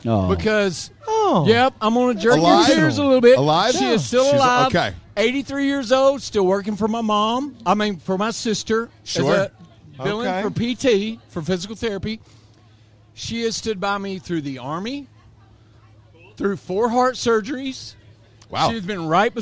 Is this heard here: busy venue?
yes